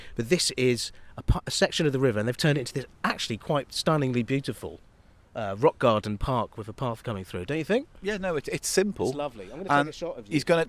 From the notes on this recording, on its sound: take a merry wander through London, starting in Angel, Islington and ending in Highgate Village.